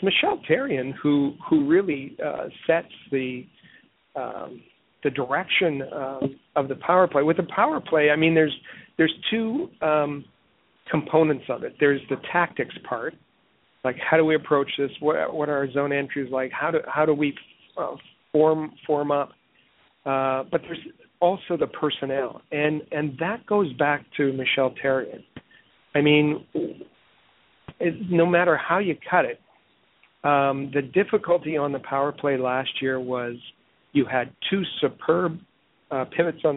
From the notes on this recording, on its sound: we take your phone calls